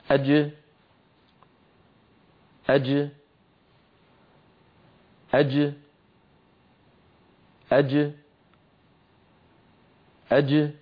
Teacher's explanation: الجيم تخرج بتباعد وسط اللسان عما يحاذيه من الحنك الأعلى دون أن يصاحب ذلك، واللوحة ما زالت أمامكم، دون أن يصاحب ذلك ابتعاد الأسنان السفلى عن العليا، يعني لا يبتعد الفكان. · Term: حروف القلقلة